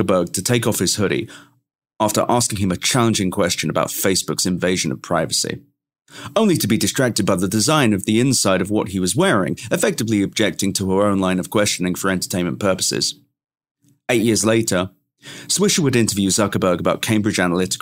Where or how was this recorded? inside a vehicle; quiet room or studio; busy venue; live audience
quiet room or studio